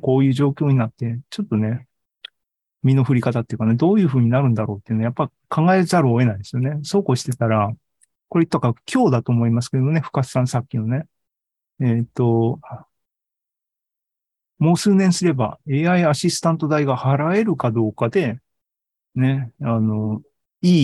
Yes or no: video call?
yes